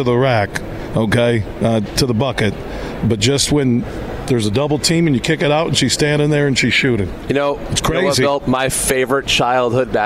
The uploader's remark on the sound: Today we're broadcasting live from the Grand Rapids Boat Show happening all weekend at DeVos Place in Downtown Grand Rapids. Throughout the show we were joined by some of the great folks connected to the boat show.